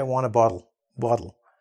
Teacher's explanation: that double T actually becomes almost a D sound